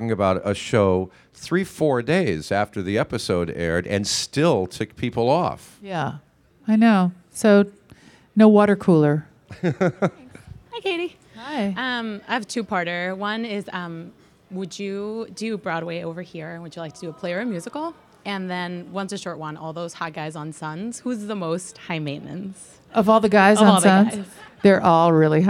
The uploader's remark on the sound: takes a few questions from the audience.